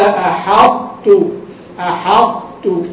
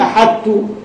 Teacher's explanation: فتبقي صفة الإطباق في حرف الطاء · Shown in: first take